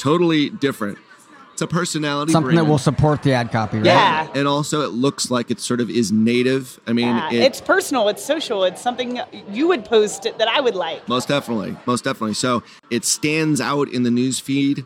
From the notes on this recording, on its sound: Live from Traffic & Conversion Summit 2018. The experts answer questions from Traffic & Conversion Summit attendees, live from the Summit!